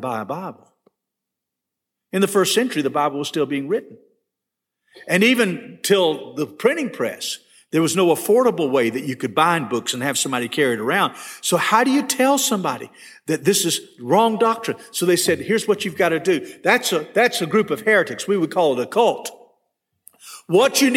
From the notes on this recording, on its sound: This session was recorded at First Baptist Church Hendersonville, NC on January 12, 2022.